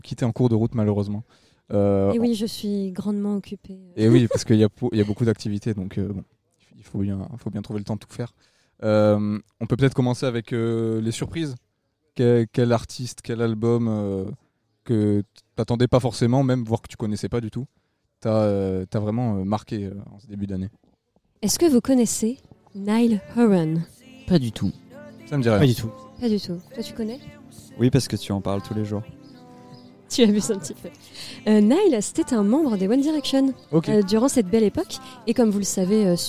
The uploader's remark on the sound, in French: Enregistré pendant le Festival International de Journalisme.